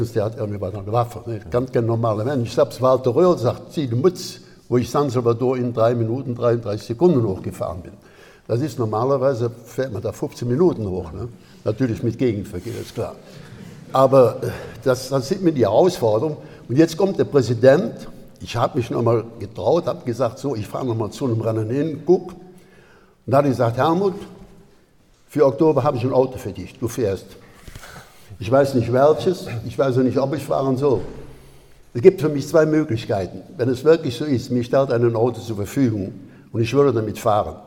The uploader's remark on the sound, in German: In Swisttal. Vor Livepublikum zu interviewen.